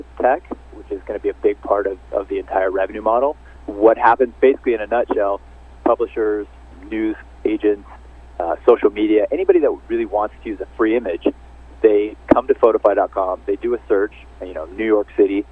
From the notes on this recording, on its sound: called in to SmallCapVoice